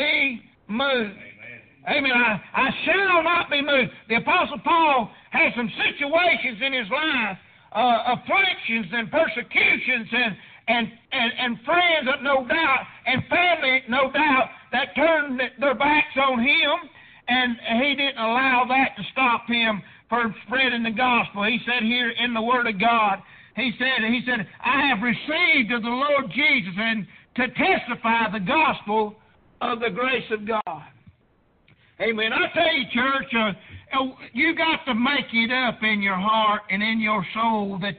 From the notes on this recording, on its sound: Preached at prayer Baptist Church